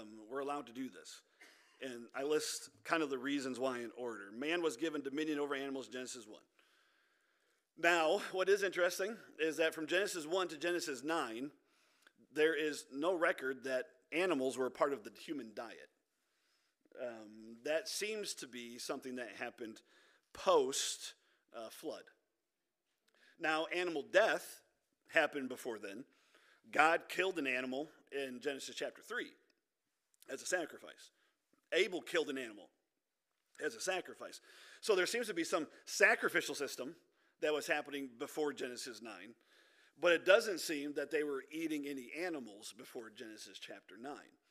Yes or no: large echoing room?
yes